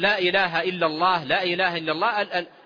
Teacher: الفم ما يتحرك والشفة ما تتحرك ثابتة كما هي ولسانك يتحرك، فليس فيها حرف شفوي